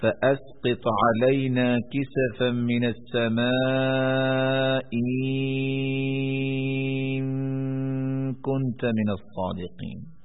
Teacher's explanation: مد طول ہوگی کیونکہ دوسرے حمزے کے بعد ساکن آ گیا